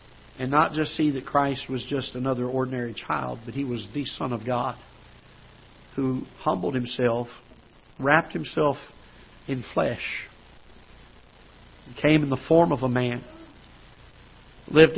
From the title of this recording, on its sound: Ketha Heights Baptist Church ~ Live Broadcast